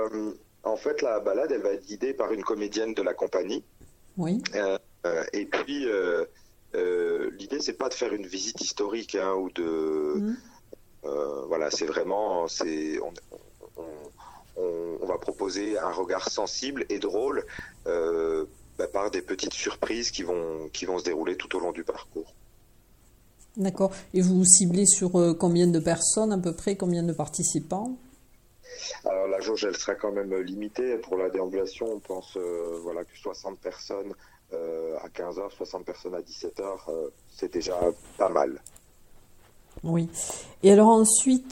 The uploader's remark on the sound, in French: Interview téléphonique.